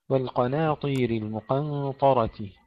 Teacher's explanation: تفخيم القاف ثم ترقيق النون، تفخيم الطاء أيضا في الكلمة الأخرى.